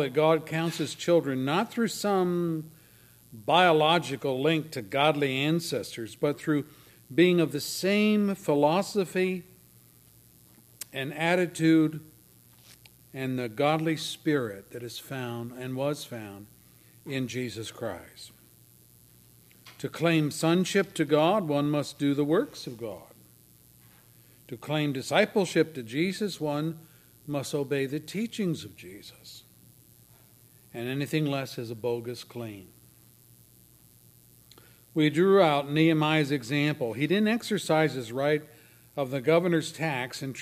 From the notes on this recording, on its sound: services recorded at Thornville Baptist Church